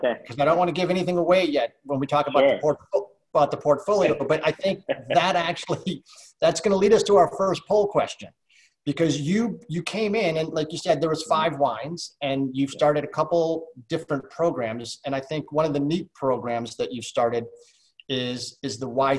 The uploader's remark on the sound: SIP Virtual Wine Tasting and Q&A